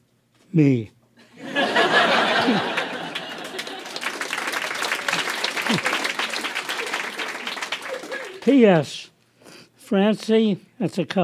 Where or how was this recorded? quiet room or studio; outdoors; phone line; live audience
live audience